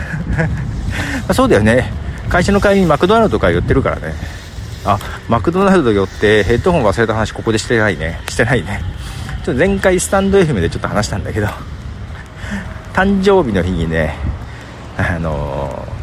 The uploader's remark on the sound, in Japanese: まだ風がそれほど強くない台風前。蝉も鳴いている外歩きでの収録ですが、収録開始早々にハプニング。しっかり音も拾っているようで…。